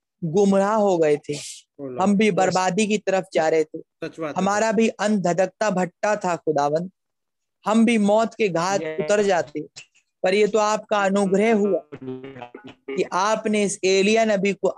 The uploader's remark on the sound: Zoom Meeting